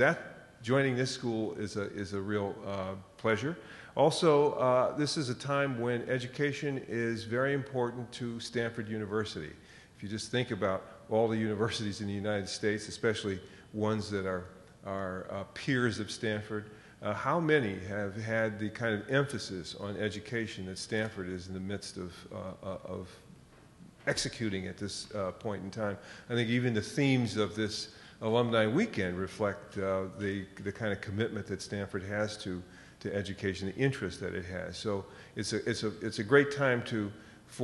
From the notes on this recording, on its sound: respond to audience questions